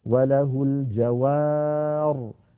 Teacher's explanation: فنقف عليها اضطرارا أو اختبارا وله الجوار هكذا من غير ياء كما وصلنا